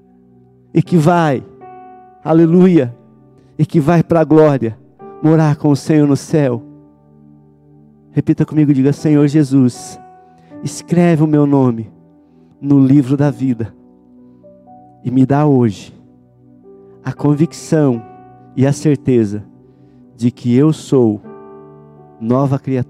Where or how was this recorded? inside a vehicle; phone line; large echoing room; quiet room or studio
large echoing room